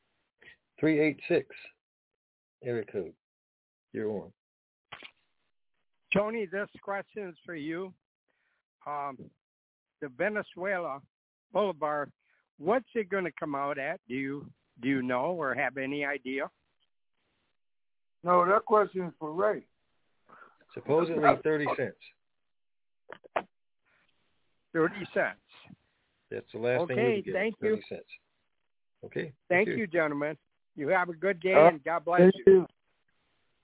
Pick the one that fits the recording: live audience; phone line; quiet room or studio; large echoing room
phone line